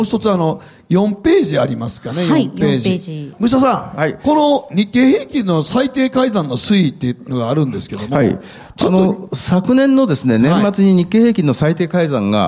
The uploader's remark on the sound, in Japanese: 公開収録